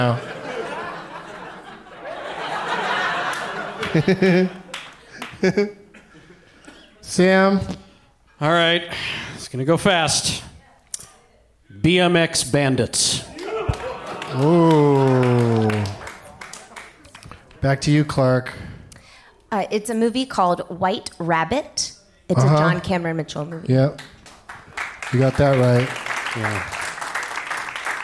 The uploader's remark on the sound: Live from Largo in LA